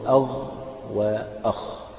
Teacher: ثم أعلى الحلق وهو الجزء الذي يلي الفم اللي هو القريب من الفم، أعلى الحلق اللي هو المكان القريب من الفم، هذا يخرج منه الغين والخاء، تقول أغ وأخ.